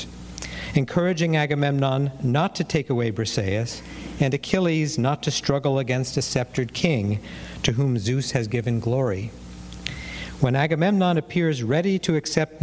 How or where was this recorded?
large echoing room